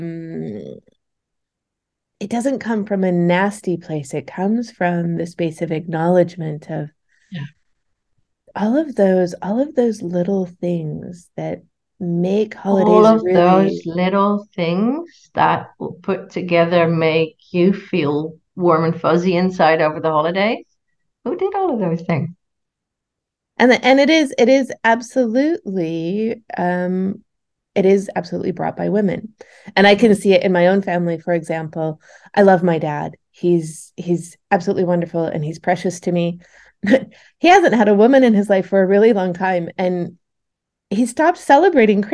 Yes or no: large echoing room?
no